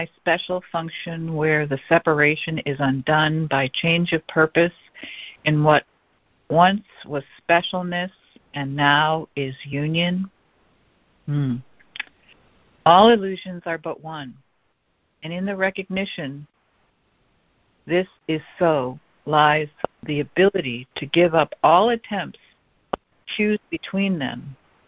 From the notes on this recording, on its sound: ACIM Daily Conference Call